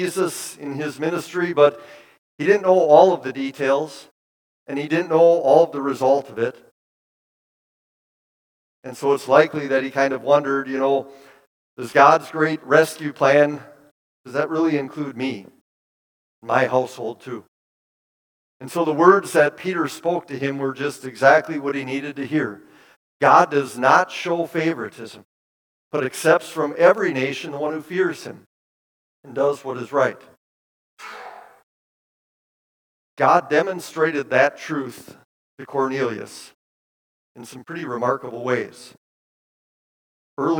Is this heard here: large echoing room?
yes